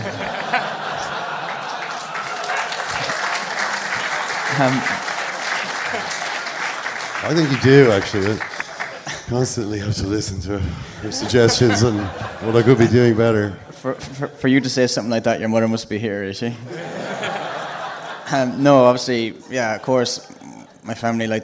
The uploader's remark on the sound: Welcome to the Second Captains 'rock or bust' live tour from The Sugar Club in Dublin.